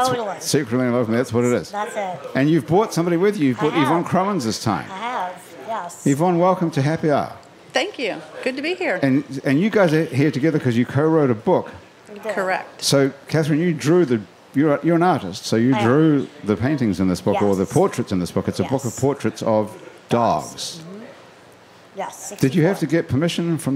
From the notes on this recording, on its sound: Happy Hour is recorded live at the iconic Maple Leaf Bar in New Orleans.